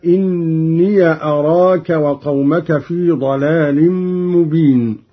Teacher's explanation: قرأ قالون بفتح ياء الإضافة